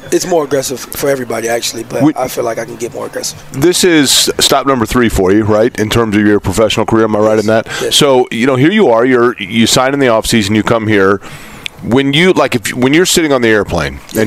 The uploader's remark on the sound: LIVE FROM COLTS CAMP!